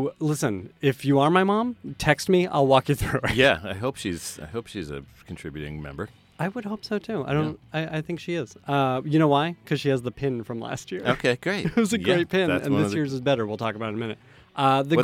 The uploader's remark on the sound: This month's episode was recorded live at SF Sketchfest 2019.